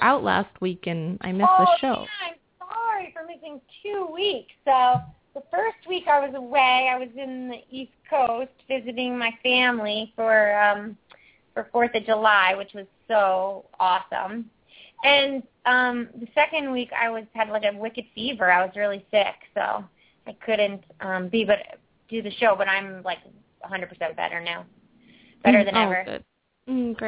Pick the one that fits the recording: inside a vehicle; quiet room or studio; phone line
phone line